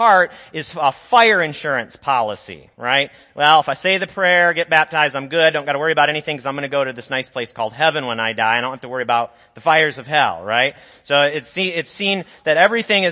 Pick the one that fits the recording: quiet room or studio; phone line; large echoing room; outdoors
large echoing room